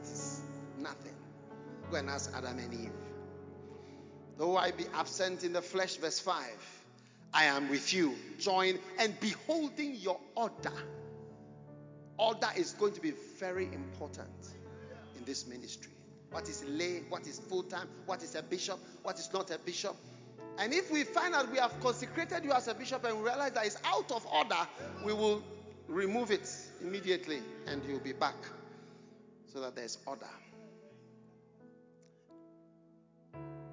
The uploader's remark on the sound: Preached at The Anagkazo Alumni Homecoming 2023. Anagkazo Campus, Mampong.